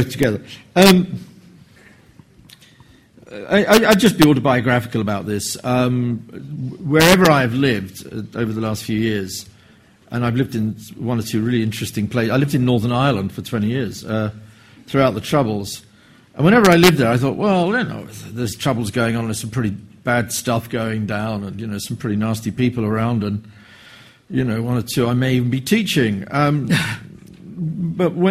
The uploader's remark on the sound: public lecture hosted by LSE Summer School